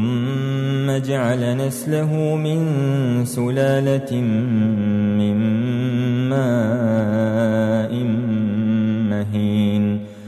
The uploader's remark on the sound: recorded at Green Lane Masjid, Birmingham, UK